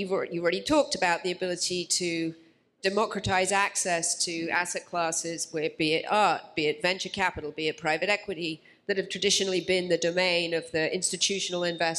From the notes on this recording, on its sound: This episode is a recording of a panel from Art Basel. Hosted by Securitize.